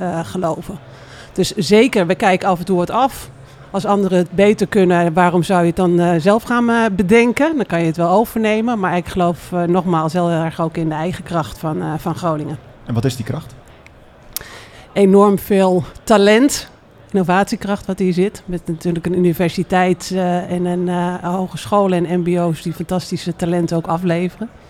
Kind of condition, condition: setting, busy venue